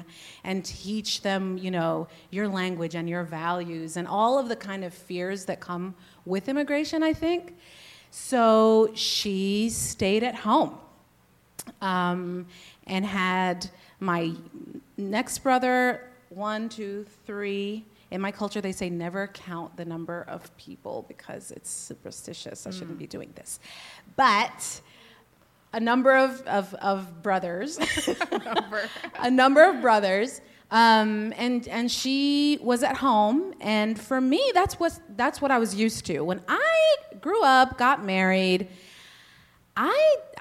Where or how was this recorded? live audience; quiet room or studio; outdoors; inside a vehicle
live audience